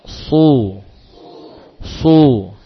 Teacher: Saat dhammah pun juga kita upayakan ada sifat tebal yang tersisa.